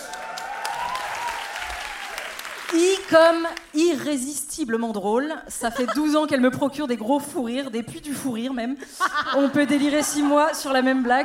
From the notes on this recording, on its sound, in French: une soirée en live au Café de la Danse, devant 250 personnes